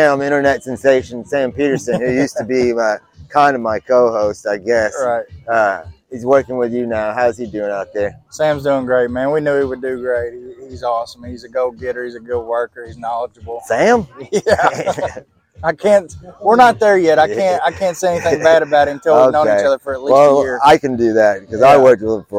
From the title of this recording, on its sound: On location at Pete3Fest